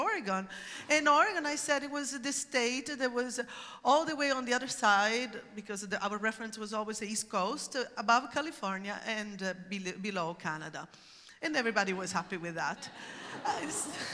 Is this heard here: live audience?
yes